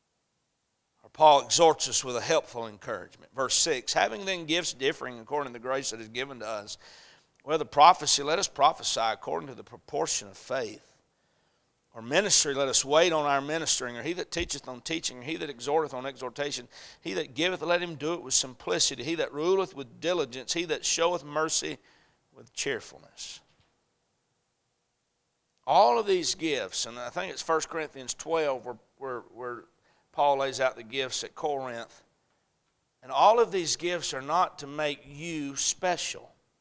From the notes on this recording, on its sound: A message preached at Crossroads Baptist Church